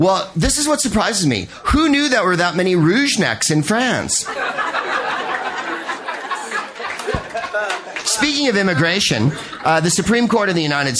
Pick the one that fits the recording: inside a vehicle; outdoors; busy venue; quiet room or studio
busy venue